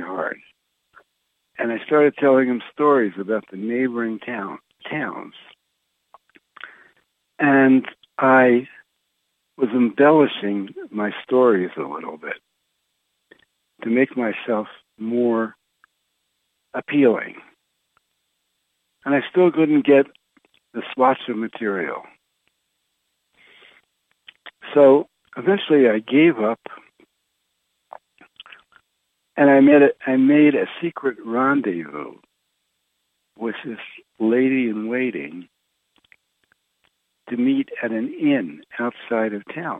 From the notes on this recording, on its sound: Conference Call LIVE.